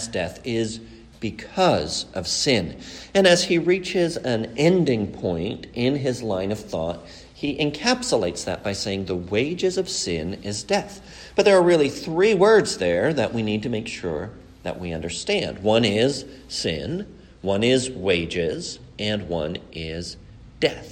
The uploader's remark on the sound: A sermon preached at the funeral service